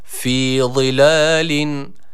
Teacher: Burada öncelikle birinci harf zı. Kalın ve peltek olan zı harfi var.